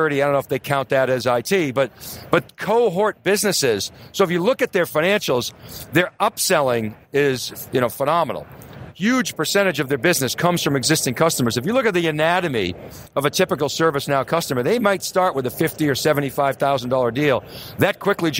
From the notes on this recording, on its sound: TheCUBE kicks off our coverage of ServiceNow Knowledge 18. At the Sands Expo Hall in Las Vegas.